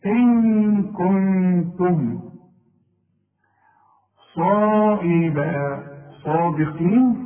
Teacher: الصاد مفخمة قوي بعدها الالف